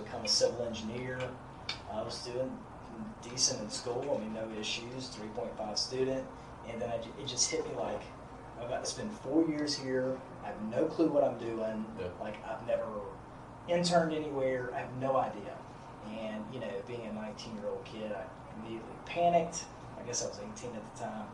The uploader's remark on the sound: Audio will clear up after a few minutes.